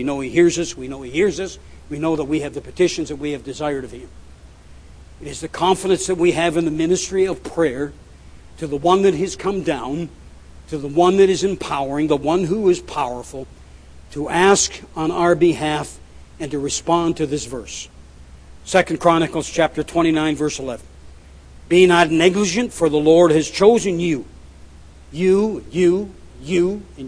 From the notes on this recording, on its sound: At The People’s Church of Somerville, NB.